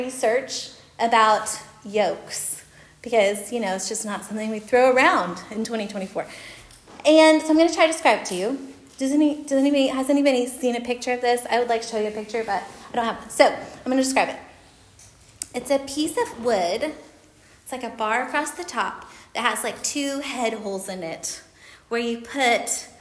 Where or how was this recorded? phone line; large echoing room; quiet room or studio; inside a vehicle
large echoing room